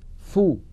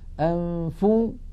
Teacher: فاء مضمومة لا يصاحبها غنة · Shown in: first take